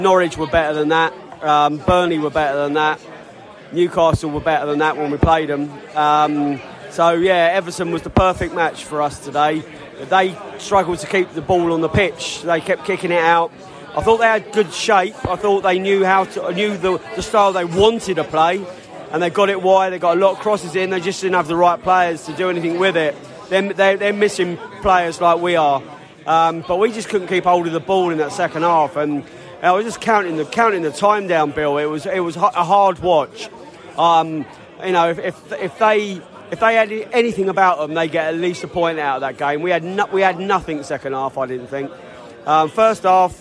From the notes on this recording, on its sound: Post-Match Podcast from the Stand and Pub. We spoke to both Brentford and Everton fans in the stands and in the pub after the match.